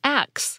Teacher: You'll usually hear this pronounced ask, but sometimes you'll hear it pronounced as axe, with the S and the K sound transposed